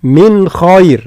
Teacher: النون ما فيهاش غنة فيها إظهار لأنه جاء بعد حرف حلقي وهو حرف الخاء، ثم تفخيم الخاء، لا نقول من خير، من خير هكذا